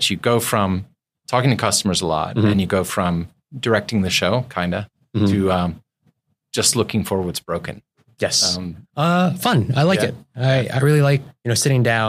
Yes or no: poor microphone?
no